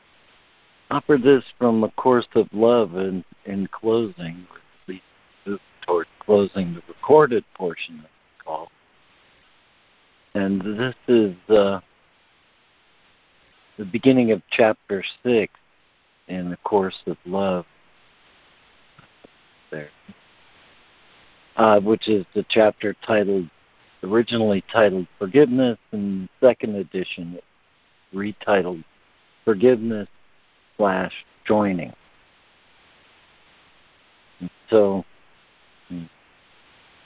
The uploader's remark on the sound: ACIM Daily Conference Call.